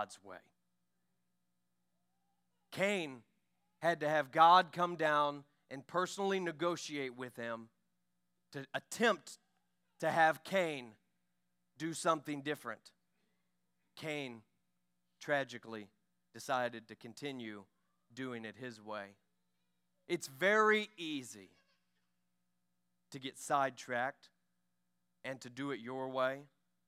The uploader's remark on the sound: During our Sunday morning gathering. We are an Apostolic, Pentecostal church located in Poplar Bluff, Missouri.